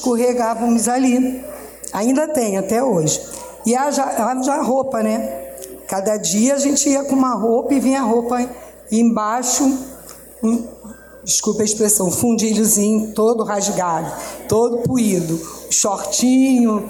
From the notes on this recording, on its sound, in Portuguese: Esse programa foi gravado ao vivo. Durante a programação infantil da Festa Literária das periferias - Flup 2023. Conversaram com moradores do Morro da Providência.